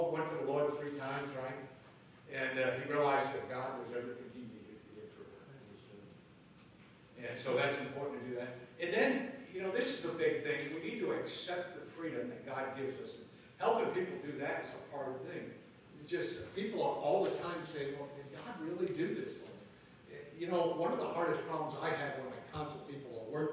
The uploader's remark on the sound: Live from Camp Joy Healing 3